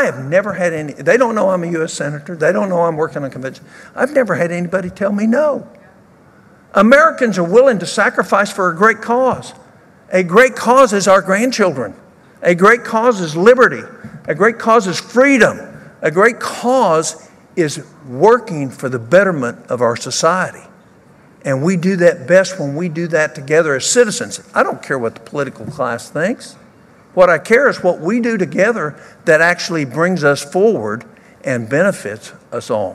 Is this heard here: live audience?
yes